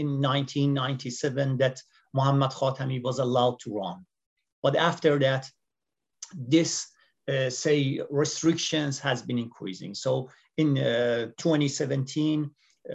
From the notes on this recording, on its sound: This public talk was conducted online via Zoom